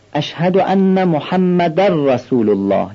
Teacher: تنوین در ر ادغام میشه، اینم ادغام یرملونه